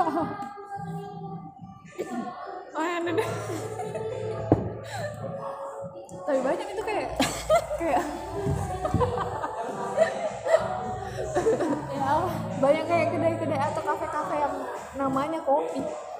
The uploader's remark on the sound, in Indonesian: Maaf kalo backsound-nya berisik, soale belum ada studio nich.